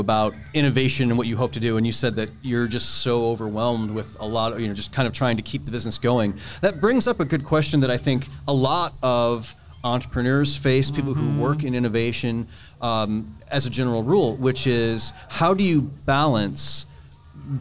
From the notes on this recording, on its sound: Live from EntreFEST in Iowa City!